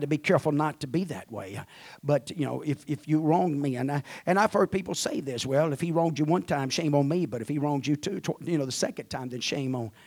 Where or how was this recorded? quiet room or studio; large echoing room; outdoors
large echoing room